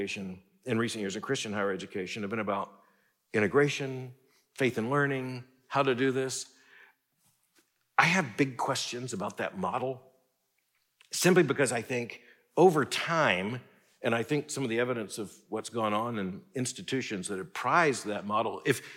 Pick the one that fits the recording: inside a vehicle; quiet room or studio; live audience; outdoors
live audience